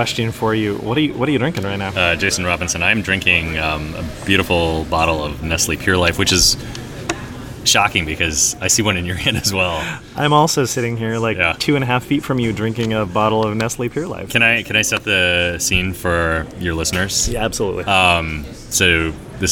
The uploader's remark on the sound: a live interview recorded at Gen Con 2019